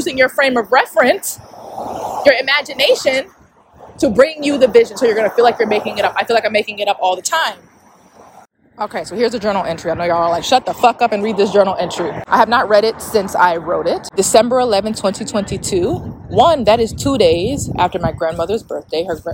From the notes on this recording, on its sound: I was walking on a very busy street while recording this episode. I was new to podcasting and did not realize I would not be able to take out the background noise. Apologies for the sound.